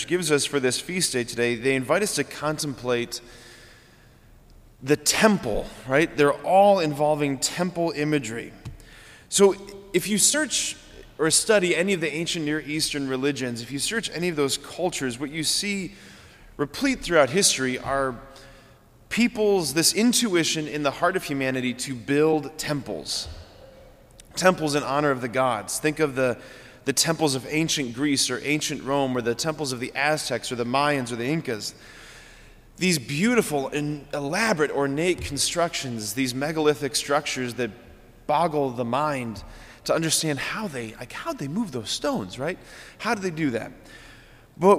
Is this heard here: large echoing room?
yes